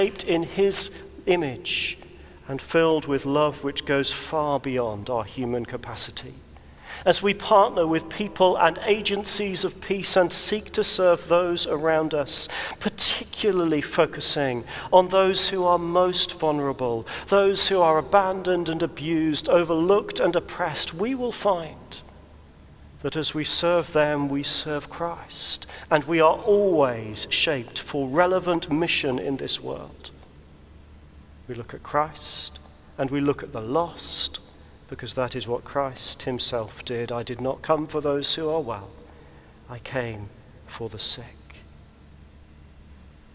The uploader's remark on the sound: recorded at the Crozier Service in Chester Cathedral